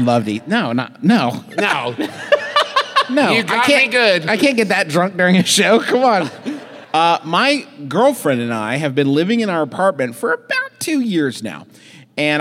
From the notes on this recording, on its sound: The 2022 live shows, from the Orpheum Theater in Minneapolis!